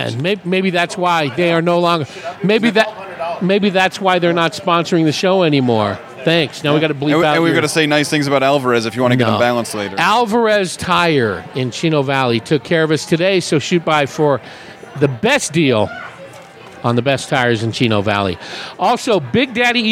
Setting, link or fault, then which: setting, busy venue